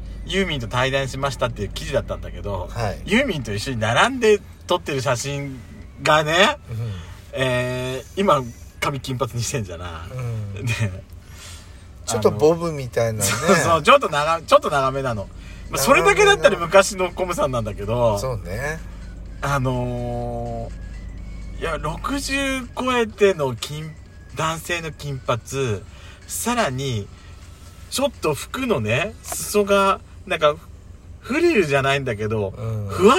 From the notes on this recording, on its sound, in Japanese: From Radiotalk。パーキング収録。